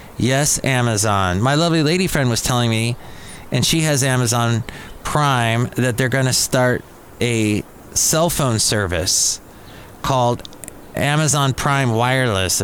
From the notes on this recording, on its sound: podcasts live from Café Anyway